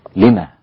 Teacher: إذا وقف عليها يعقوب لما أثبت هاء السكت